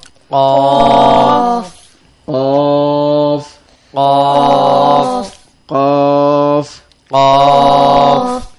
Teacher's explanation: জিহ্বার গোড়া তার বরাবর উপরে তালুর সঙ্গে লাগাইয়া কফ উচ্চারিত হয়